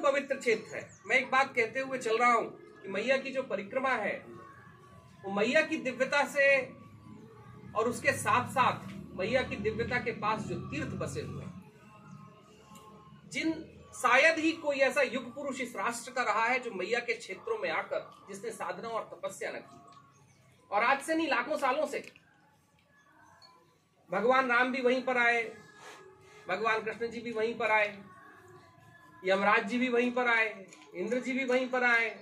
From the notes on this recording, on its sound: While walking the 3000 kilometres of the Narmada Parikrama, from the biggest towns to the smallest villages.